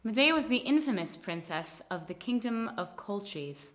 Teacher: This speaker comes from Detroit in America. The R is really quite strong